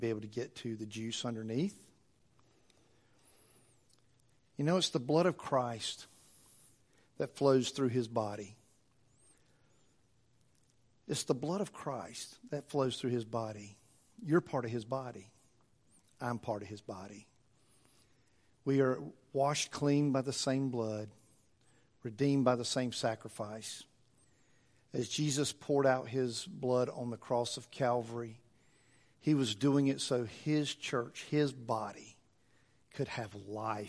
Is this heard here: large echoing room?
yes